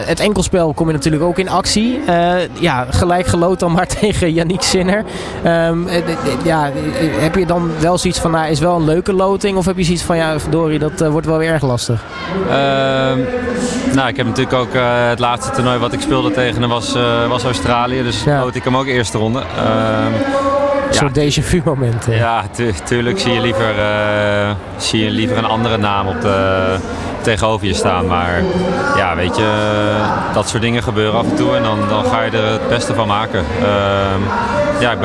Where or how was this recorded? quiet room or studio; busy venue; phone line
busy venue